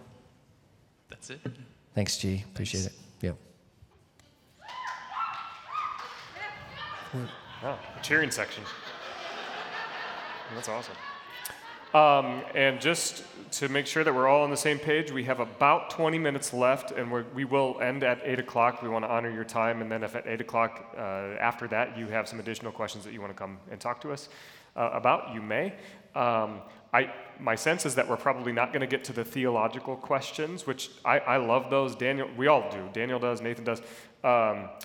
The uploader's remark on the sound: answering some questions from the audience at the Town Hall Meeting